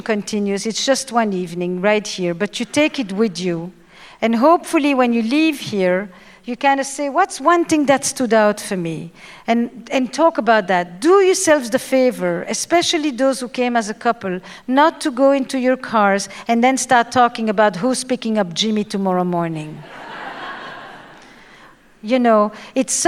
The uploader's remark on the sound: She concludes with answers to a series of questions from the audience.